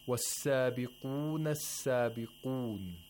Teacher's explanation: So as you can see, the qaf is pronounced deeply in the throat.